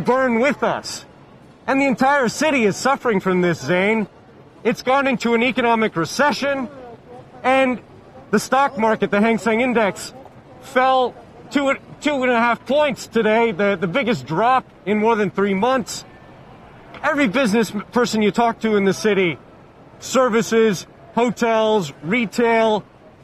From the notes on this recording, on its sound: live from The New York Stock Exchange